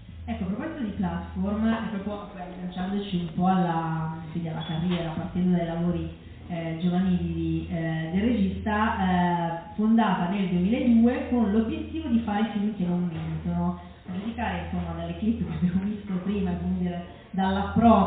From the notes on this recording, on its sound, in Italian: Registrata live al Joshua Blues Club di Como. Ci scusiamo per la qualità dell'audio, ma è una sorta di bootleg della serata.